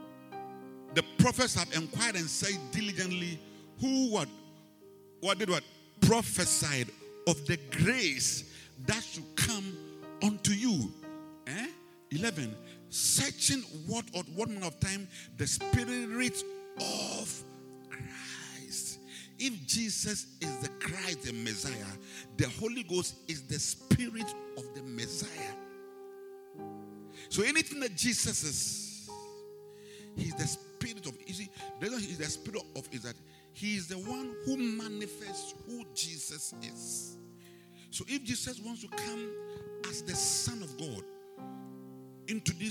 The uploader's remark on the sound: Preached at the Rose of Sharon Cathedral, Catch the Anointing Centre Denomination, LA - Accra